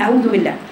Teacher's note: ما تجيبش المد لا تأتي بالمد من مخرجه تقول أعوذ بالله حتى لو كنا بنقرأ بحذر لكن الواو فيها إطالة لأنها مد